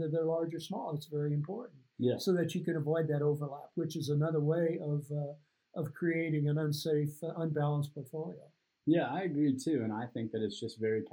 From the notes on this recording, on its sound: After battling through some technical difficulties in producing this podcast. Produced with some low quality audio.